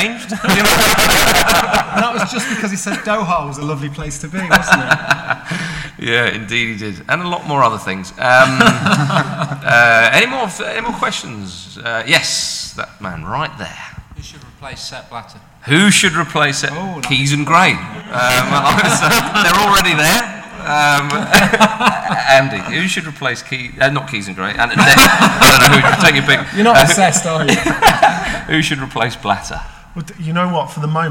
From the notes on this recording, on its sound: Recorded live at the National Football Museum as part of the Manchester Football Writing Festival, on the evening of 1st September. As ever with our live events we do the best we can with the sound quality at our disposal, what with roving mikes, the odd bit of feedback, guaranteed big laughs.